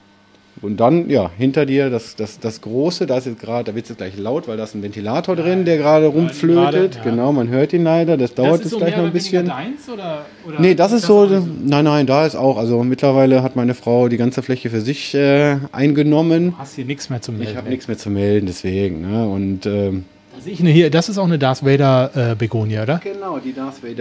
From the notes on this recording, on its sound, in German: in seinem Hofladen getroffen und diese Podcast-Folge aufgenommen